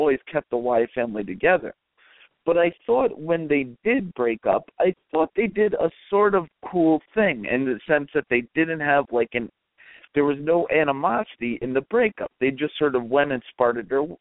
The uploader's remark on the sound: We'll be mocking live callers without provocation.